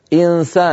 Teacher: فيذهب من مخرج الهمزة إي إلى مخرج السين مباشرة ولا يقرع بطرف لسانه مخرج النون · Term: الإخفاء